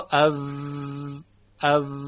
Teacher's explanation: انگلیسیه، هیچ فرقی نمیکنه واو فارسی و وی انگلیسی مثل همه، یعنی همون ف هست منتها تارهای صوتی درش ارتعاش پیدا کرده و یه مقدار جریان هوا کنتر شده